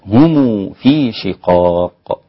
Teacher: ضم ميم الجمع أيضا الإمام ابن كثير ووجه الصلة لقالون، فيصير النطق بها هم في شقاق.